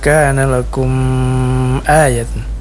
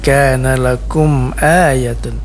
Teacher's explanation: Kemudian ada izhar syafawi lagi pada kata kana lakum ayatun. Izhar syafawi mim sukun bertemu dengan huruf hamzah. Tidak boleh dipanjangkan. · Shown in: second take